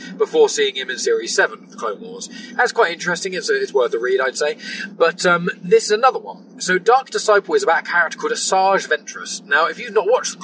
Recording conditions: inside a vehicle